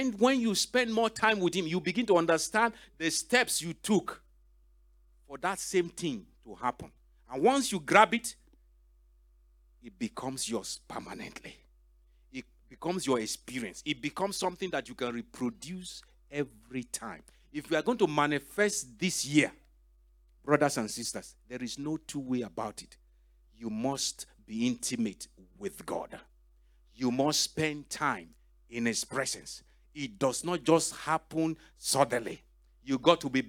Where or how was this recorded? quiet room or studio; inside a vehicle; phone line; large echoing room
large echoing room